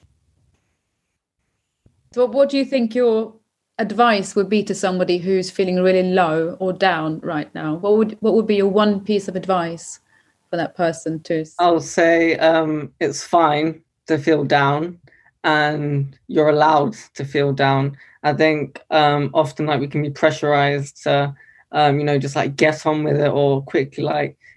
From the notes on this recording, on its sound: Each week during our sessions (held via Zoom) we revisit work from previous projects and create new work exploring themes close to our hearts.